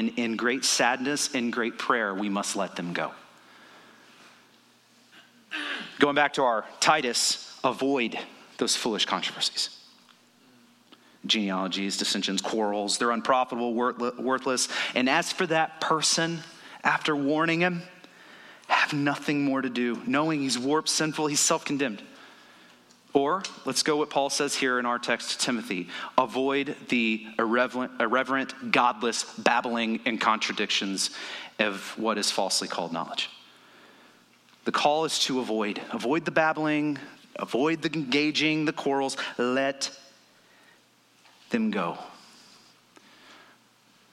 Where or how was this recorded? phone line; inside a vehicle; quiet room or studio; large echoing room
large echoing room